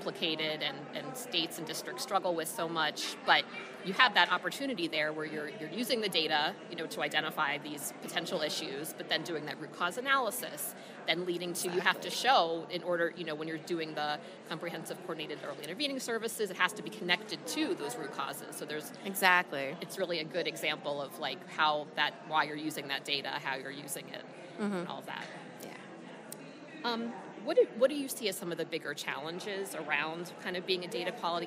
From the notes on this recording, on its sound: On Stage in Nashville, Tennessee. I had the opportunity to chat with data experts from states across the country at this year's IDC Interactive Institute live in Nashville, Tennessee.